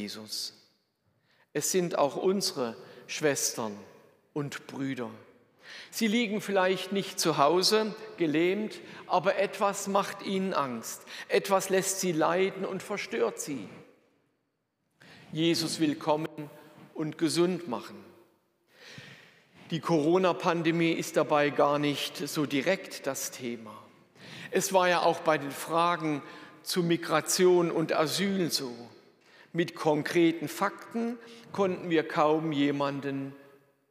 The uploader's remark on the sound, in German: Predigt aus der Lutherkirche Plauen